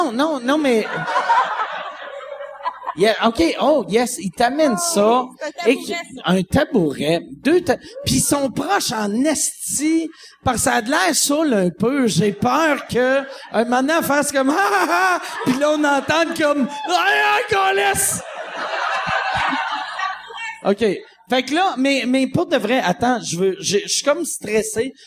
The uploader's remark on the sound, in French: Enregistré devant le public de Québec au ComédieHa!